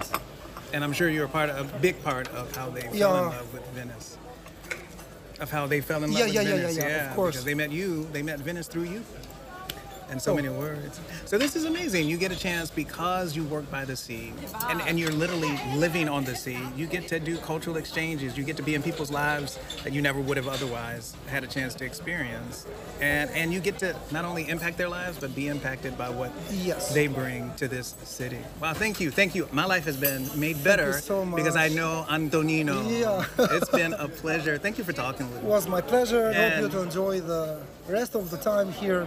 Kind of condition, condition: setting, outdoors